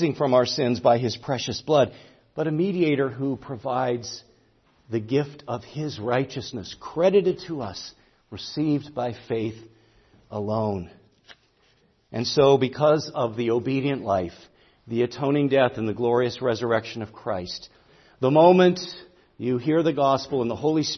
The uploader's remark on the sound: preached at Grace Orthodox Presbyterian Church in Sewickley, PA, during the evening Worship Service on Sunday, October 15, 2023